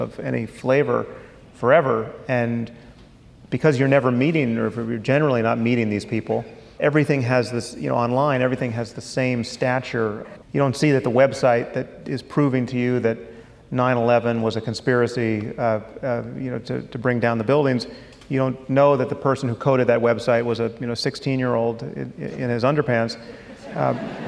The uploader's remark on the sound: At a live event in Los Angeles (first of two).